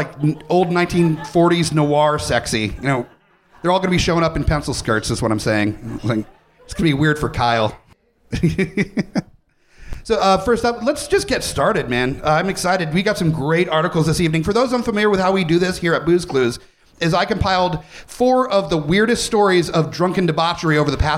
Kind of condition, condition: setting, busy venue